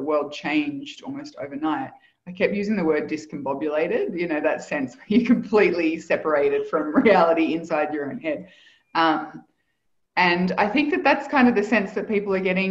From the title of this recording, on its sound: Live Community Call